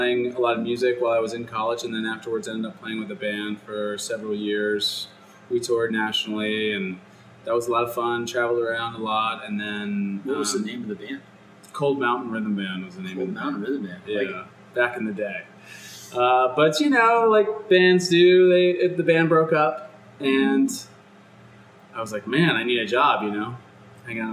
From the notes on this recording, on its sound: This interview was done on location. That makes the sound quality a bit challenging.